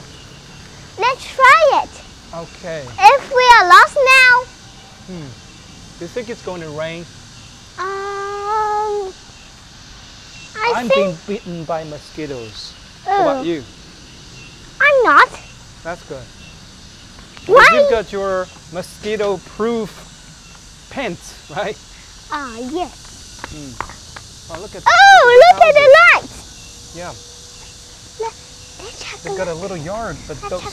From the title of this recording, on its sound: Walk and Talk